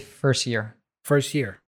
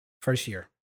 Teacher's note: So without the T, that is like the S is connecting with the Y